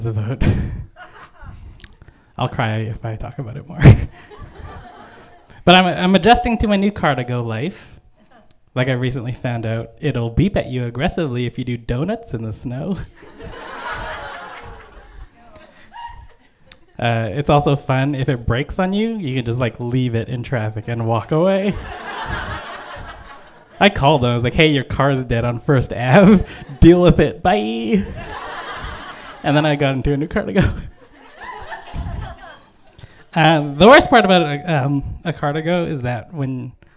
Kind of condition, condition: setting, live audience